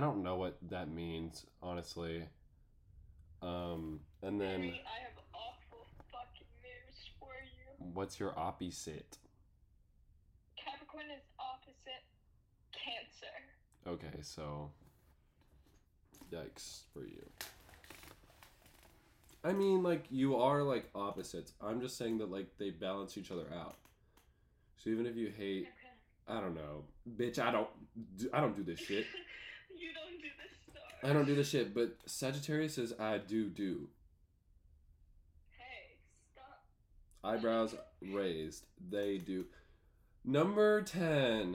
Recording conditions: poor sound quality